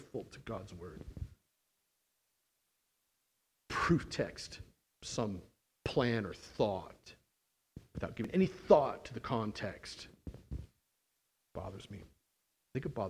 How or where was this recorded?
large echoing room